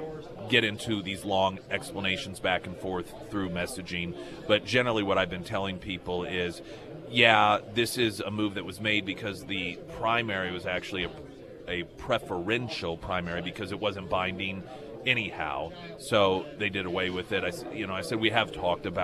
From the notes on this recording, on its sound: live at Scramblers Diner for KSGF Heroes Veterans Breakfast